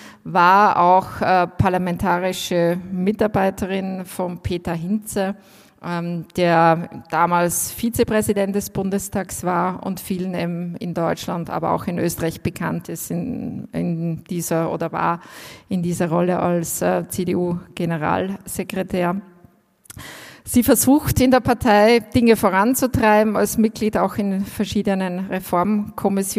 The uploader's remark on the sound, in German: Live vom FAQ Bregenzerwald 2021